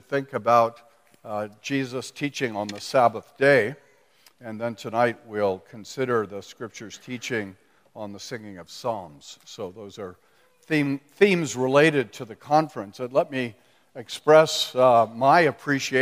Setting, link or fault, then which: setting, live audience